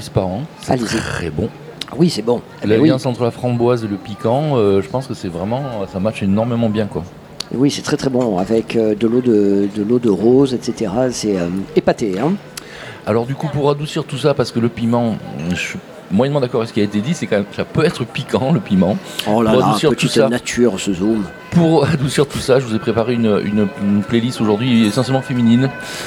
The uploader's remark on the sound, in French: Radio Grenouille au Festival Kouss Kouss 2022 - Bistro du Petit Saint-Louis. Installe son plateau radio à la Brasserie du Petit Saint-Louis à Marseille, au cœur même du quartier Noailles.